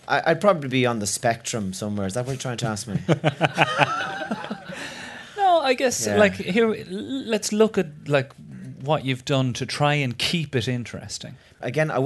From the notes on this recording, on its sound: Live at Vodafone Comedy Festival. In front of a live audience at the Vodafone Comedy Carnival.